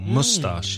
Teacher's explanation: You sometimes hear that word pronounced with the stress on the first syllable